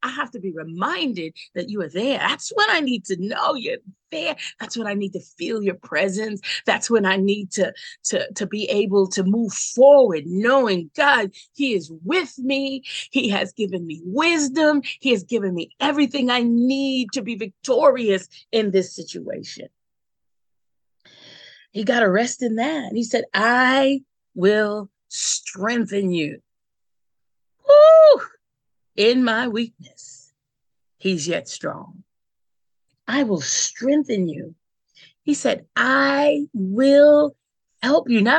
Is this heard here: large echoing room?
no